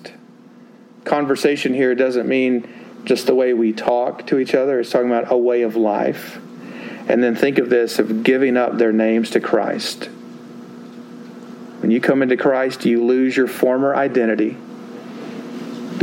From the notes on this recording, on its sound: Sermon delivered at Westminster Presbyterian Church in Greenville, Texas